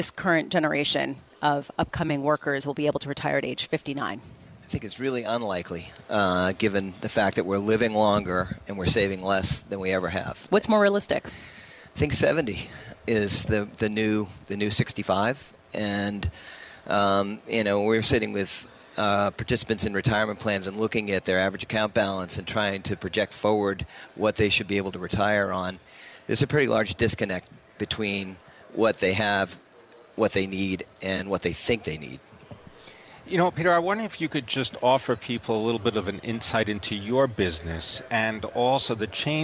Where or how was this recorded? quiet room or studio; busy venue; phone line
busy venue